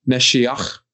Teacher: Really, the Hebrew pronunciation of this word is Mashiach. Gotta get that, you know, hard German guttural sound in the back of your throat.